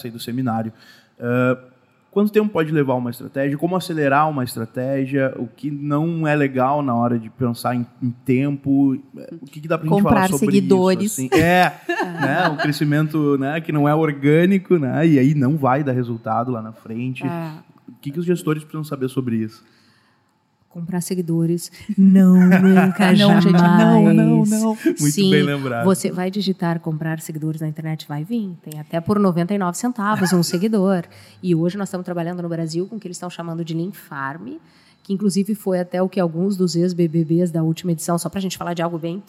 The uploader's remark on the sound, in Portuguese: gravada diretamente do Seminário de Matrículas 2023